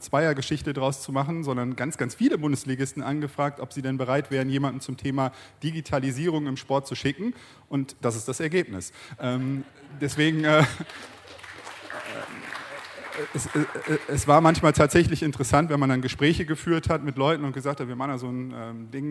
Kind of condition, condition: setting, busy venue